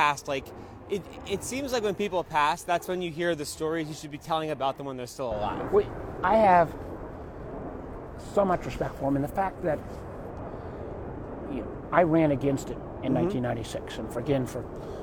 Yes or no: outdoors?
yes